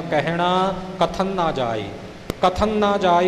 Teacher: ਜਿਵੇਂ ਉਚਾਰਨ ਕੀਤਾ ਪਾਠੀ ਸਿੰਘ ਜੀ ਨੇ, ਇਹ ਖਿਆਲ ਰੱਖਣਾ, ਕਿਉਂਕਿ ਆਮ ਤੌਰ 'ਤੇ ਆਪਾਂ ਕਾਹਲੀ ਵਿੱਚ ਪੜ੍ਹ ਜਾਂਦੇ ਹਾਂ ਕਹਿਣਾ ਕਥਨ ਨਾ ਜਾਈ, ਕਥਨ ਨਾ ਜਾਈ ਇਹਦੇ ਵਿੱਚੋਂ ਇੱਕ ਨੰਨਾ ਜਾਂ ਤਾਂ ਗੁਪਤ ਹੋ ਰਿਹਾ ਅਤੇ ਜਾਂ ਅੱਧਾ ਕੁ ਬੋਲਿਆ ਜਾ ਰਿਹਾ। ਪਹਿਲਾਂ ਕਥਨ ਪੂਰਾ ਬੋਲ ਕੇ ਫਿਰ ਅੱਗੇ ਨਾ ਬੋਲਣਾ, ਕਹਿਣਾ ਕਥਨ ਨਾ ਜਾਈ।